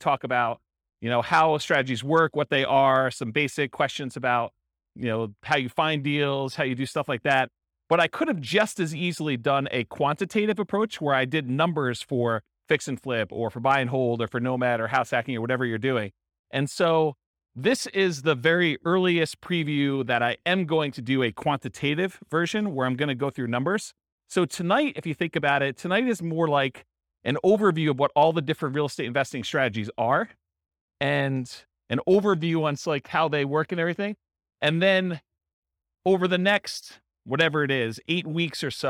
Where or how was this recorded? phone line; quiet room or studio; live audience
live audience